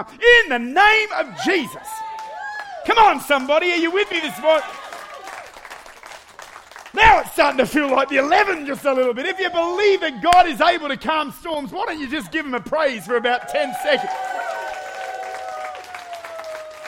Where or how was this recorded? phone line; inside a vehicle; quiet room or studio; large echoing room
large echoing room